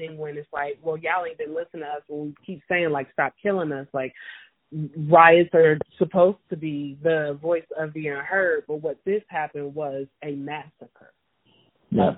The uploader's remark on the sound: talk via telephone